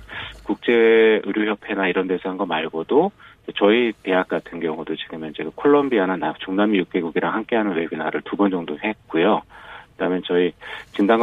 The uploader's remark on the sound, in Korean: 전화연결